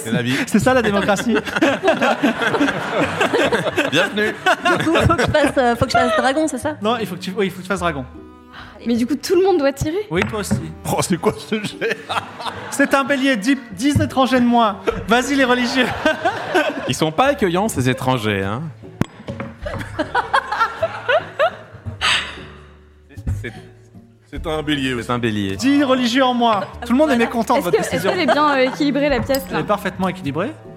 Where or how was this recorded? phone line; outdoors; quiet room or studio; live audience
live audience